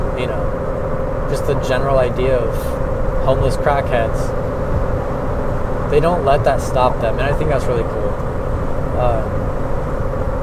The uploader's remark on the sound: I recorded as I drove home from work